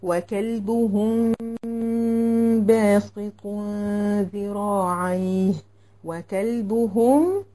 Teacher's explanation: وهنا الحكم اخفاء شفوي، اخفاء الميم اخفاء شفوي، وبغنه بمقدار حركتين